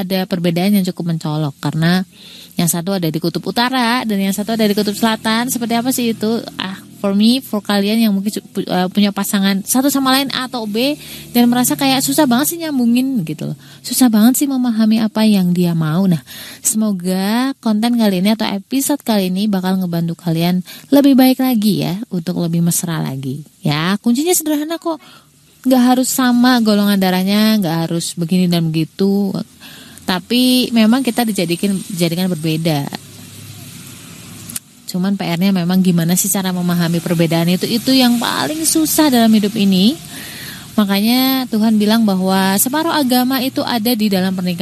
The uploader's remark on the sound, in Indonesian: Btw maaf backsoundnya ya, dan kesannya kek teriak-teriak gitu. Record pas ujan, di pinggir jalan persis.